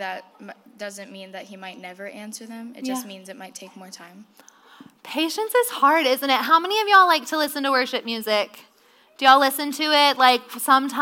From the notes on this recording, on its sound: Visited the girls of Heritage Church in Illinois and recorded a podcast episode with a live audience!